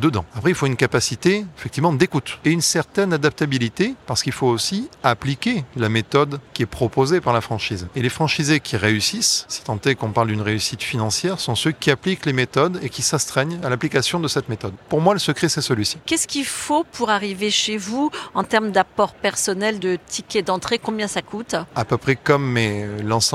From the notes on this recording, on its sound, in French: en live de Franchise Expo Paris